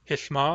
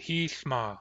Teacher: Just that lengthening of the vowel means that I've added the ending ith, meaning indoors. · Shown in: second take